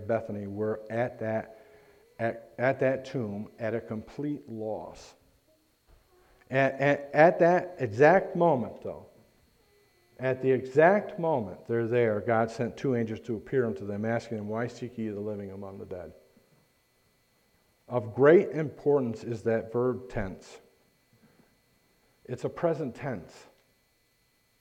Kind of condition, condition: setting, large echoing room